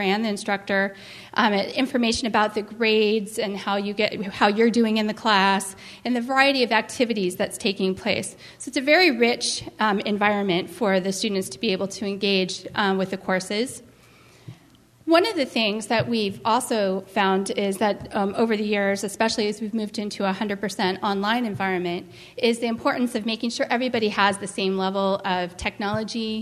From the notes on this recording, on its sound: was recorded at the 2010 California Library Association Conference in Sacramento, CA.